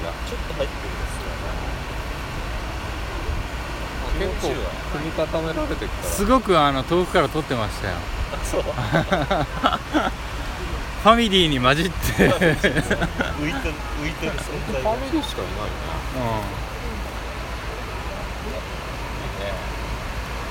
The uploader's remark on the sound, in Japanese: 栃木ナンバーで大洗に行く勇気。波打ち際ですので、音質は悪いと思います。